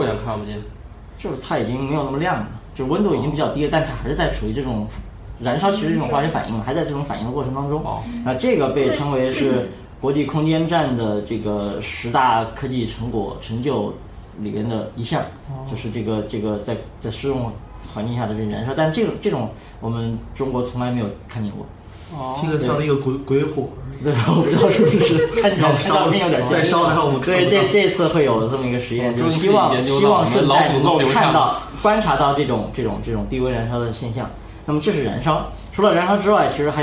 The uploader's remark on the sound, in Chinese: 本期节目为在张大妈办公区用录音笔录制，可能有街道上的杂音，请见谅。